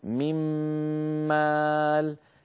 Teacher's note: يعني قبل الإدغام كان النطق نون ساكنة بعدها ميم، نون ساكنة بعدها ميم. بعد أن أدغمنا النون في الميم صار النطق بميم مشددة · Term: الإدغام بغنة